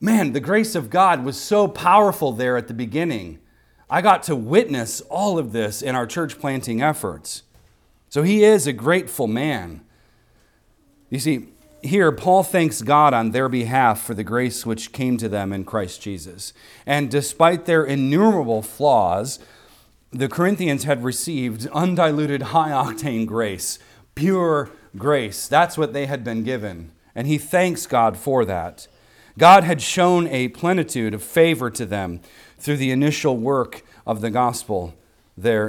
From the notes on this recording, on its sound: recorded on Sunday, January 21st, 2024, at the weekly worship gathering of Cross & Crown Church